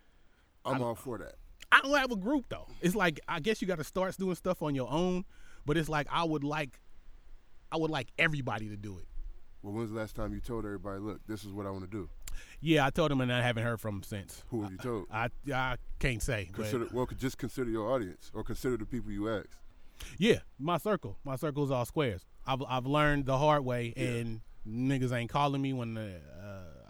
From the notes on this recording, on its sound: Podcast was recorded at Kellers Beach in Point Richmond. Some even stopped the podcast to talk to him.